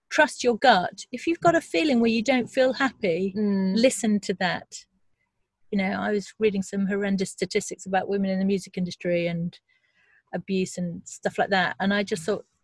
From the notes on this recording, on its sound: We were going to record outside but the weather was challenging, so my car became the studio. Listen out for sea-gulls, torrential rain, brighton buses.